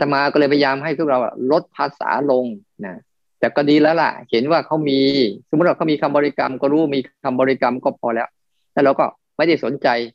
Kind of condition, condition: link, video call